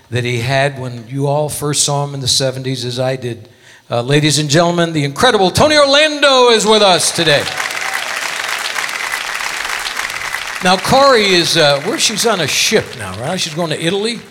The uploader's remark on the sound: Live at the SouthPoint Casino.